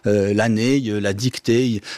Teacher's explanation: la voyelle est tellement longue qu'elle va finir par se mouiller, c'est-à-dire par avoir un petit « e » à la fin. · Term: mouillure